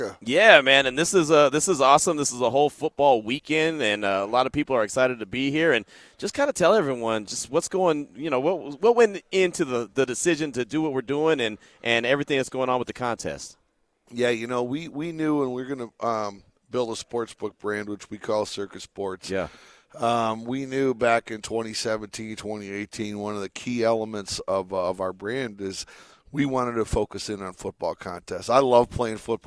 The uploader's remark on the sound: LIVE AT CIRCA SPORTS